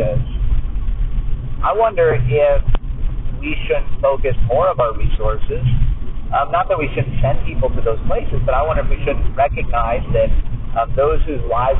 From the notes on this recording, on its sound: Another bad recording, but I couldn't just delete it.